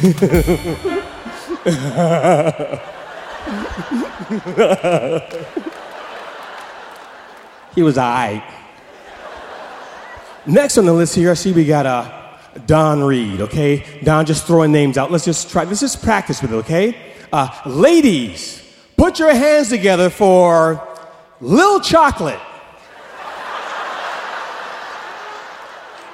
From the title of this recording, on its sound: Snap LIVE! At The Paramount